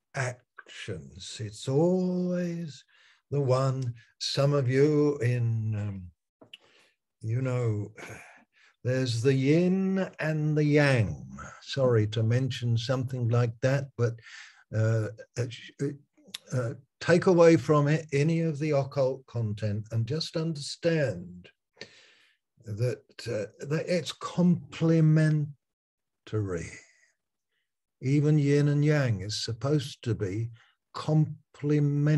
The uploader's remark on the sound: Malaysia Meets (Zoom)